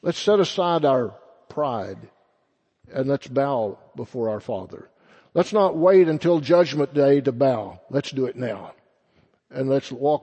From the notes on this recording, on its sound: Sunday Morning Sermon First Baptist Church Belton Texas